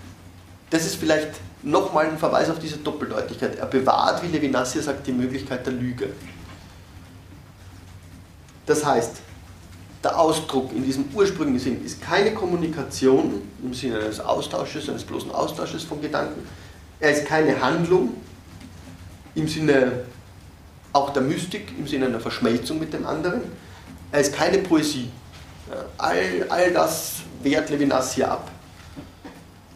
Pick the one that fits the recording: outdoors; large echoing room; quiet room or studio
large echoing room